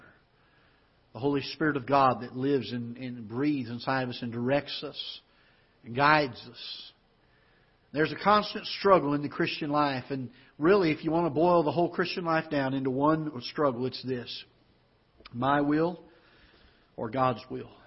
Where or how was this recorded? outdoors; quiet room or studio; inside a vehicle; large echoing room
large echoing room